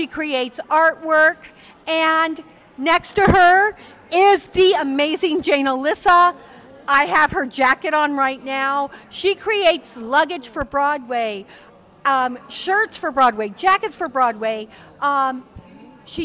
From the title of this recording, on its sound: Live From The Edison Hotel Times Square